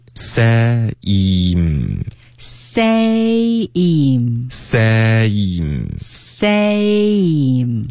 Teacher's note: same 应该是一个双元音 same OK 啊，say 对，same，say，然后嘴唇再合上